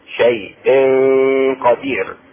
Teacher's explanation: اخفاء التنوين مع القاف